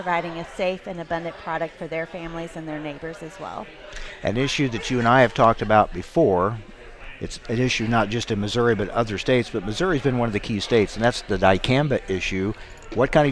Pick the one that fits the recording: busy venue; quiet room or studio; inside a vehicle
busy venue